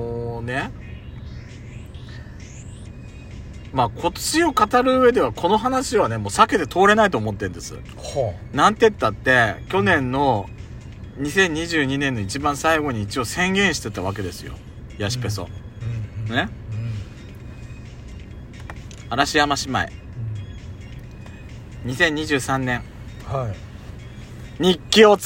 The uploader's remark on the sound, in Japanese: 2人組。パーキング収録。